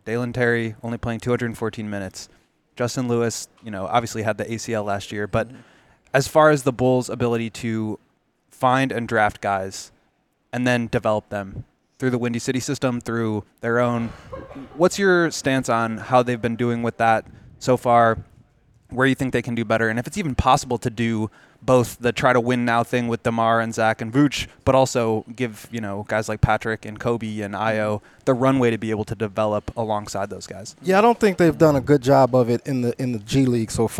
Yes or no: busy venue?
yes